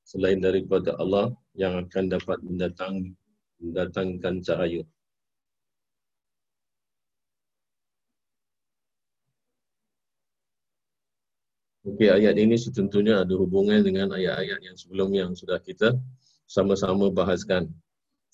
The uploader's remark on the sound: Zoom Host.